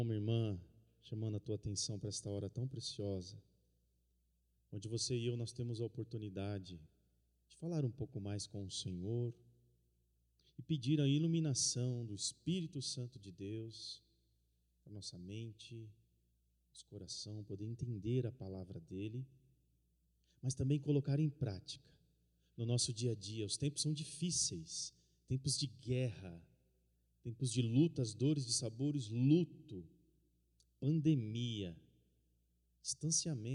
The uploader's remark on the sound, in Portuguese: no culto de quinta-feira, transmitido ao vivo